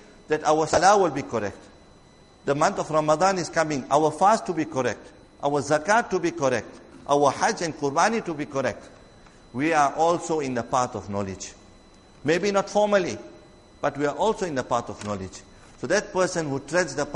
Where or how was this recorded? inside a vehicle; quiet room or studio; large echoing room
large echoing room